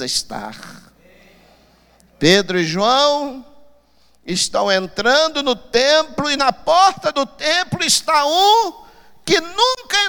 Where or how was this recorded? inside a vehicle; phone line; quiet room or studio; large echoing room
large echoing room